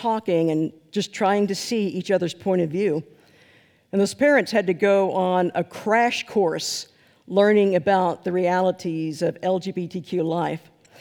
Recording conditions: large echoing room